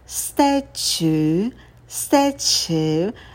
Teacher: И вторая гласная – это долгий «у».